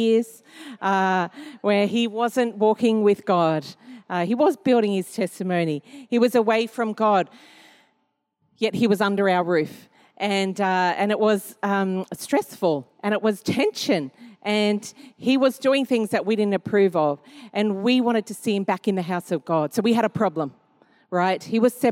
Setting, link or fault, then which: setting, large echoing room